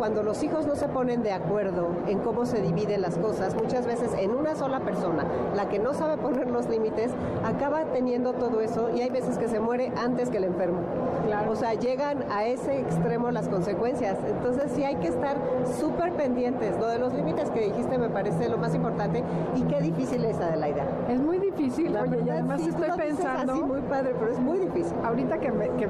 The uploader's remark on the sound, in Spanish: Transmisión especial desde el Festival del Adulto Mayor. En el marco del Festival del Adulto Mayor, que reunió a los mejores expositores de bienestar y salud.